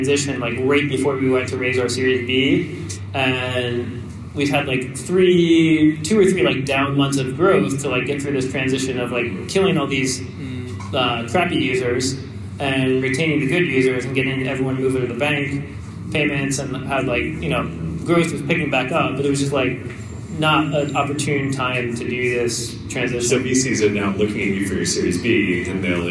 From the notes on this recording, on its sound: For our first-ever SF live show! In front of a packed house. The audio quality is a little rough due to some A/V issues at the live show.